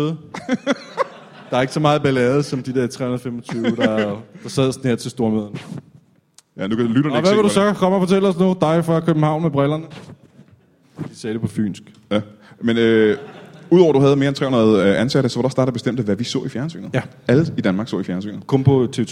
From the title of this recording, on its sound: LIVE Comedy Zoo